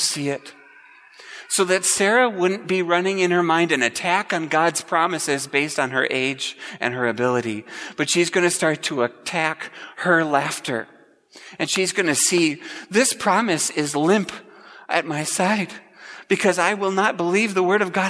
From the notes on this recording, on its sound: Preached at Grace Ev. Lutheran Church.